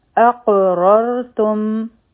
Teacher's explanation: دلته کې به حمزه او قاف یو ځای کیږي، او دلته به مونږ قلقله هم کوو، یعنی دا آواز به واپس راځي مونږ ته. د را ساکن نه مخکې په را باندې فتحه ده، نو را به غټه وایو.